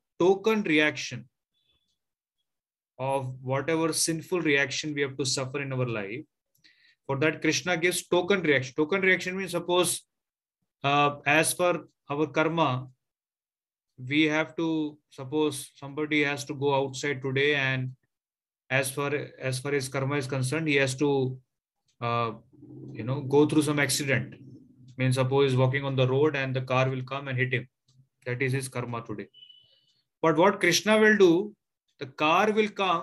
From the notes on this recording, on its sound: Zoom classes